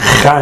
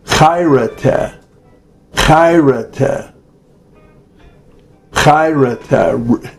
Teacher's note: the chi is a guttural, kind of between a chet and a kaf sufit in Hebrew. It's chay, said from the back of the throat.